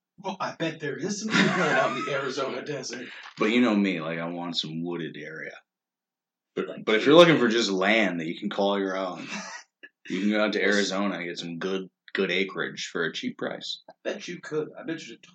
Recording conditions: poor sound quality